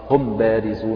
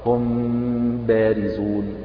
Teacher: في حالة الإخفاء يكون انطباق الشفتين، يعني تلامس الشفتين، ولكن من غير كز يعني أو من غير ضغط عليهما · Shown in: second take · يعني ليس إطباقا بقوة كما في حالة الإظهار.